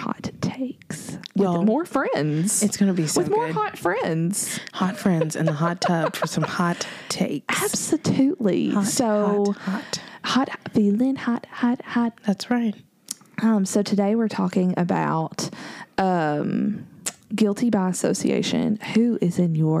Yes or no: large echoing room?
no